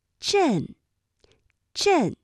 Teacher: 它的元音呢就是从呃到 n 快速转换的一个状态 · Term: 鼻韵母